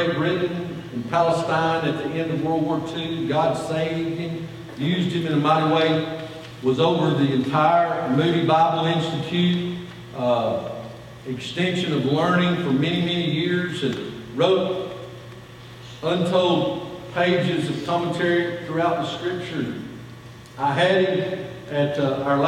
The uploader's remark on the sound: Sunday Morning Worship